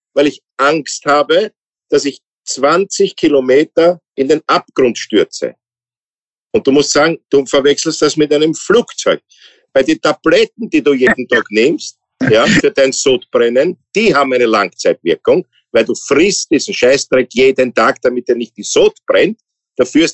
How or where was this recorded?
video call